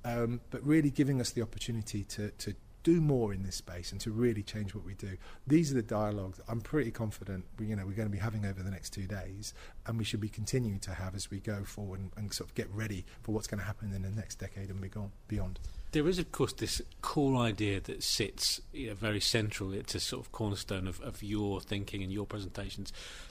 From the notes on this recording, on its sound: Inspiring Leadership Conference 2022, which took place in Birmingham. Interviews recorded during the conference.